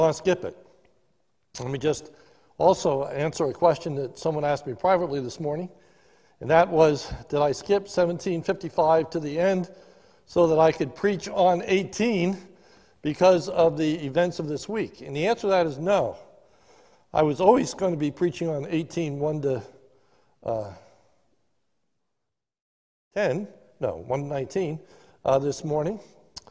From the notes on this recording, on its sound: This sermon was recorded live at the Lebanon Bible Fellowship Church in Lebanon, PA during the evening service